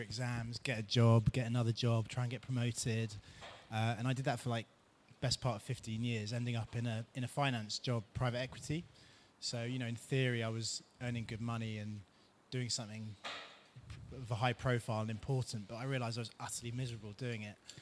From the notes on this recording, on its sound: This talk was recorded at Summer Funday Sunday at by CHLOE. In the O2, Greenwich, London.